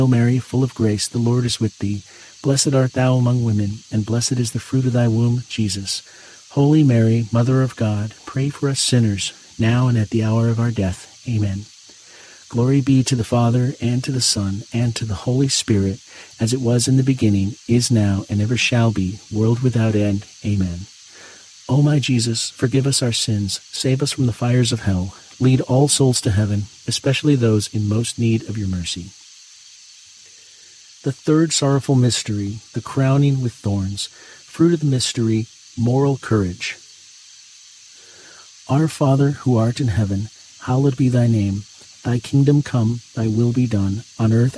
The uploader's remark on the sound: Get closer to nature and enjoy the soothing outdoor sounds of cicadas singing on a warm summer night alongside this Friday rosary.